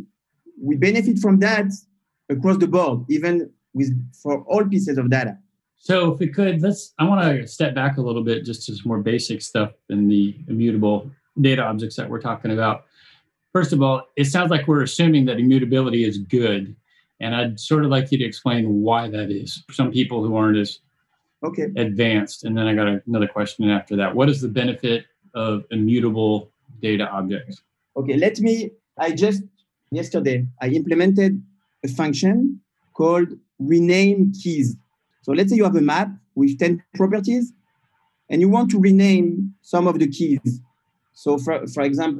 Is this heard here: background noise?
no